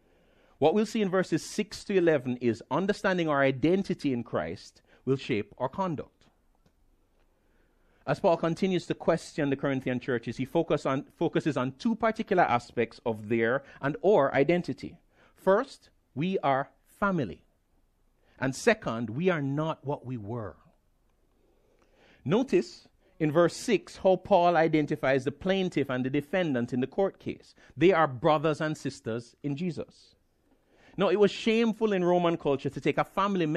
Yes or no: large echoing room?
yes